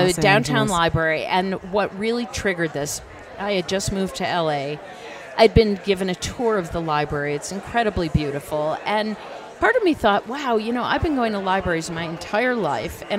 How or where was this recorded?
busy venue